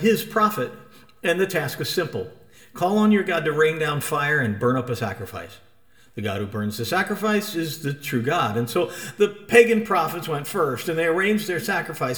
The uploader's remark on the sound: As preached at La Senda Antigua